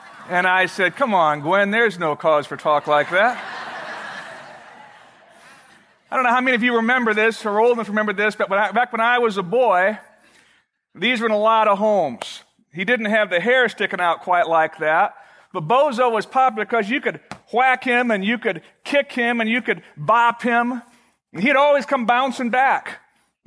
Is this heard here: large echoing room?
yes